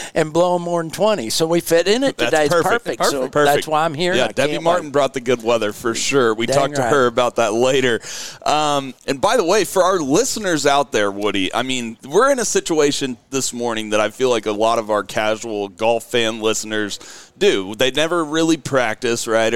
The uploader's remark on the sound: LIVE at First Tee of OKC Fundraiser! LIVE From The First Tee Scramble at Lincoln Park!